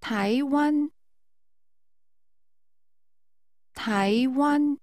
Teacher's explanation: Using rising and high level tones, say Taiwan.